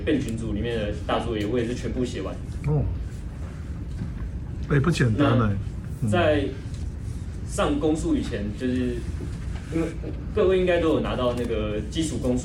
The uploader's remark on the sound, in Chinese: 課堂分享錄音, 聲音並不是好, 還請見諒。